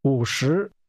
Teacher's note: That's a falling, rising tone and a rising tone.